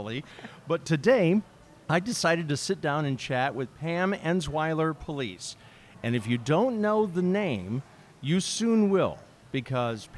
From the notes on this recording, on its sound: We recorded our conversation at Frankie's Deli in Oakbrook Terrace, Illinois on May 31, 2023.